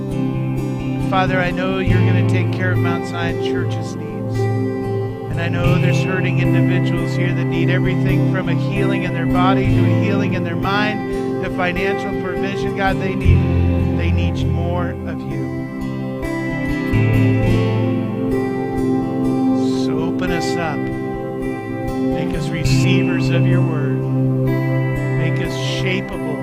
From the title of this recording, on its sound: Mt. Zion Church Live!